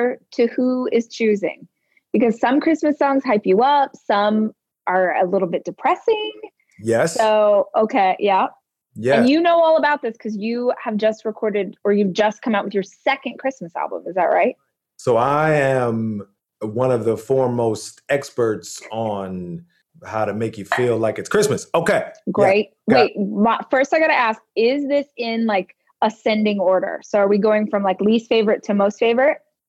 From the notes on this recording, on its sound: we stayed on the Zoom chat